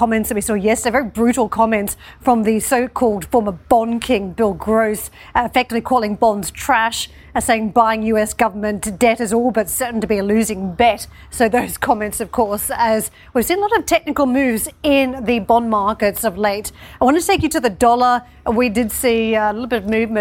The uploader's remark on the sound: We are live at the Ambrosetti Forum on the shores of Lake Como